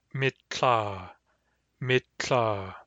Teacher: But raining has a short I and a barred lambda.